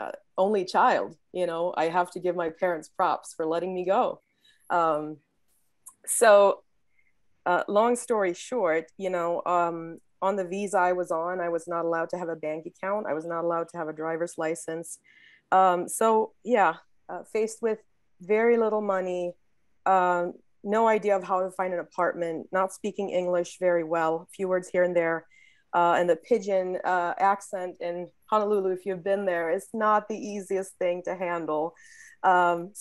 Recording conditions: video call